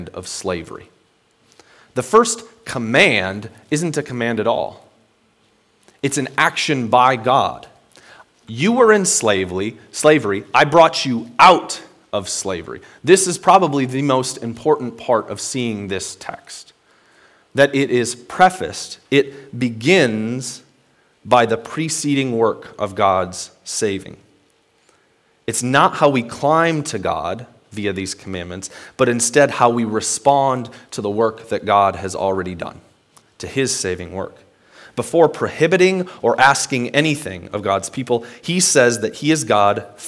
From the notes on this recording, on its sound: Today's word of encouragement comes from a sermon I preached at Hope Evangelical Free Church on March 7th, 2021.